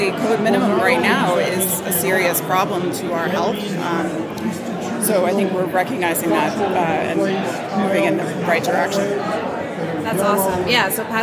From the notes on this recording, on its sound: recorded at the Passive House Network Conference